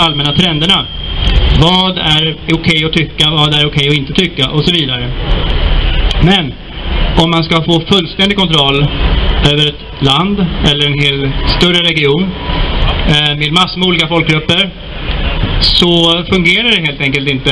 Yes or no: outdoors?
yes